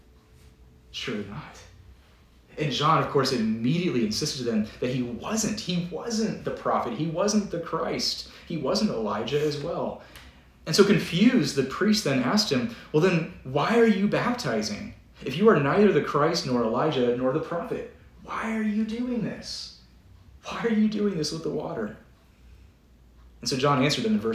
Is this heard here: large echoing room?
yes